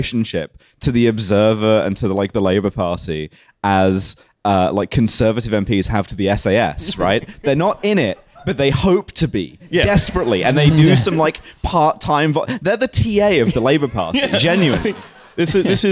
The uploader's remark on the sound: TF Live in London. We had a live show at Between the Bridges near Southbank Centre on a very rainy night.